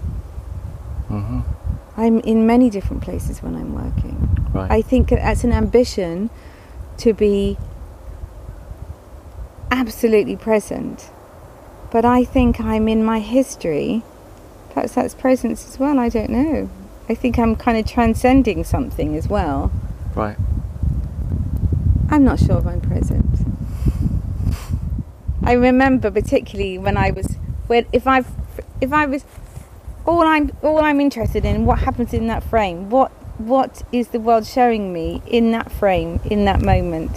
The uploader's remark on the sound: Recorded in her garden in Devon.